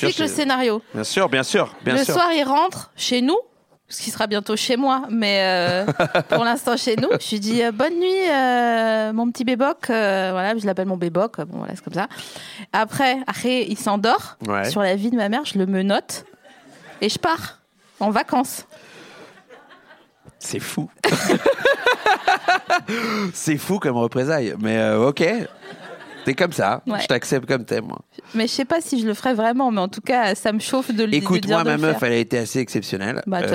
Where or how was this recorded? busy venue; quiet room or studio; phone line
busy venue